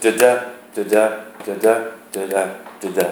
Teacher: unstressed, stressed, unstressed, stressed · Term: iambic pentameter